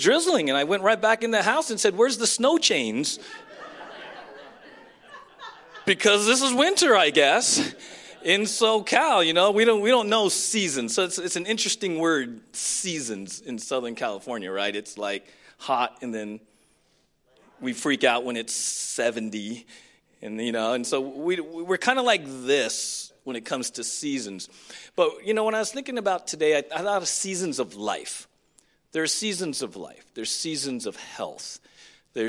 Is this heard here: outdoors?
no